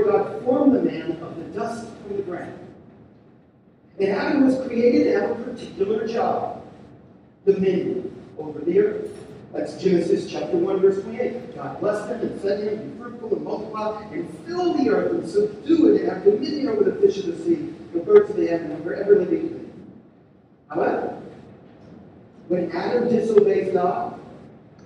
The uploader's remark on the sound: We're sorry for the poor sound quality.